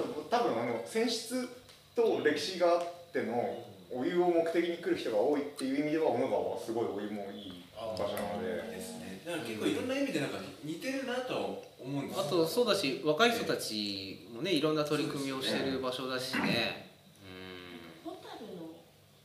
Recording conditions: poor sound quality